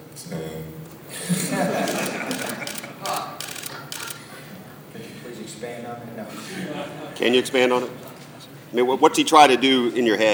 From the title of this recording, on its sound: Press Conferences & Post-Game Interviews